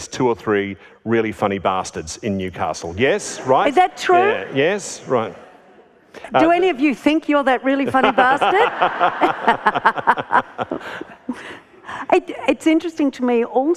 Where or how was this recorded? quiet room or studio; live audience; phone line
live audience